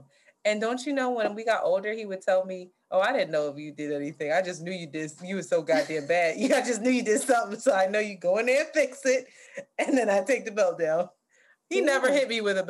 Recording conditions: video call